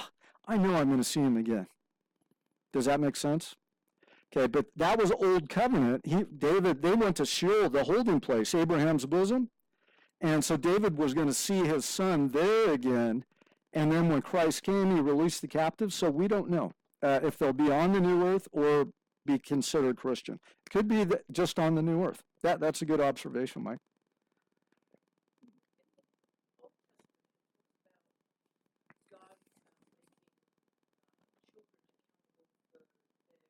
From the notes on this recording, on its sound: Forgive us for the sound quality - that should be fixed next week.